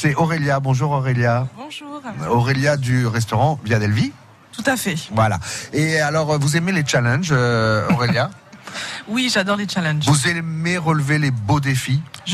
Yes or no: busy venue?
yes